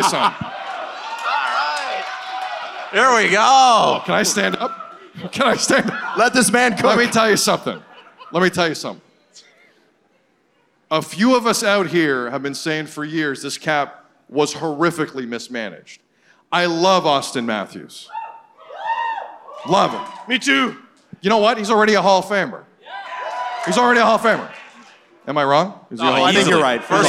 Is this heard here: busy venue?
yes